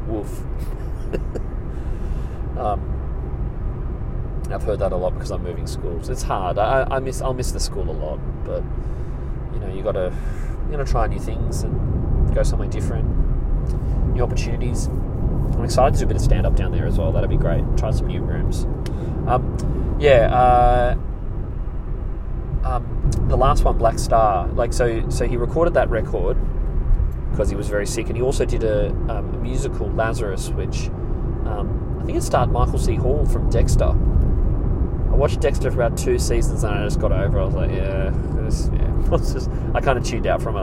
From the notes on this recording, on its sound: I'm in the car